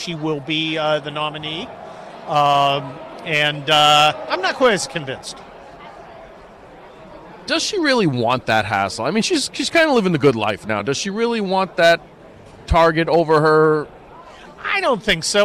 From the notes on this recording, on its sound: does his show live at CPAC